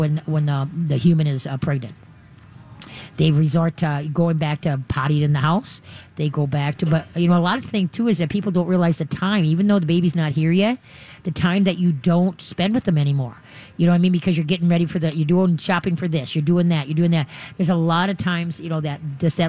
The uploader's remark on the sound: live from the State Fair!